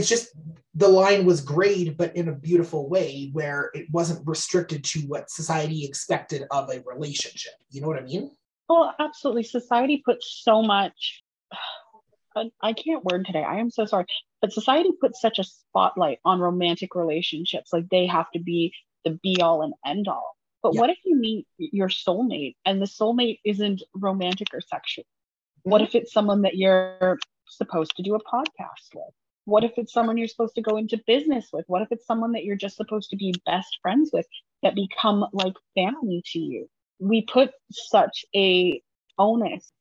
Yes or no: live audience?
no